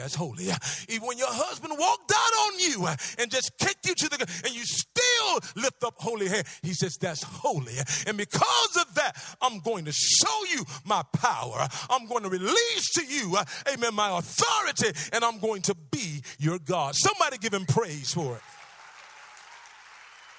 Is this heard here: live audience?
yes